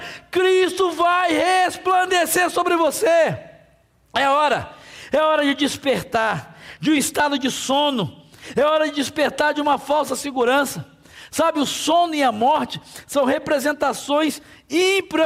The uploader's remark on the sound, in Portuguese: durante a nossa Celebração ao vivo.